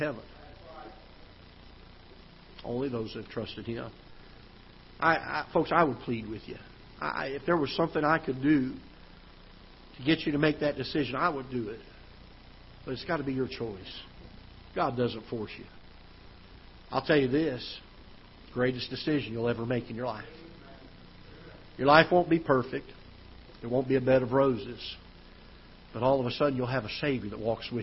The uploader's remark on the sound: Ketha Heights Baptist Church ~ Live Broadcast